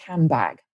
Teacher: So what followed was a b, which you pronounce with your lips pushed together. And so instead of having a nd, we now get a m